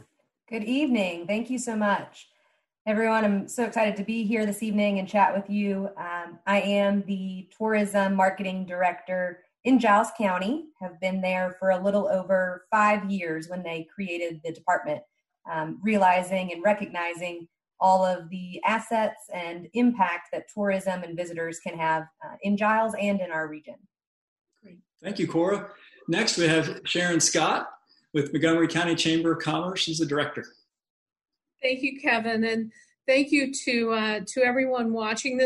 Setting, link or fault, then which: link, video call